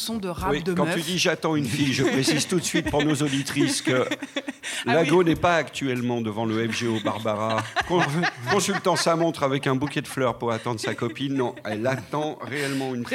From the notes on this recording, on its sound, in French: Emission enregistrée en public à FGO-Barbara (Paris 18).